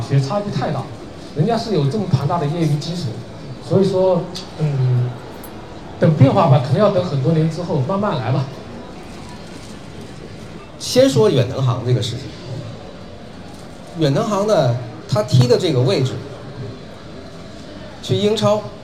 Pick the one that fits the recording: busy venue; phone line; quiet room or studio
busy venue